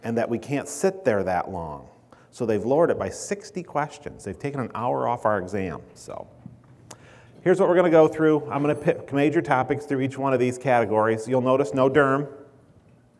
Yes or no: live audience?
yes